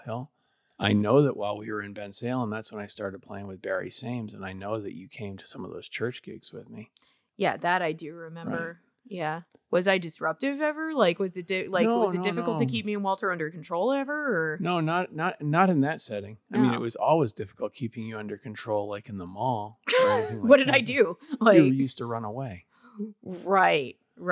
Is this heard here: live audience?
no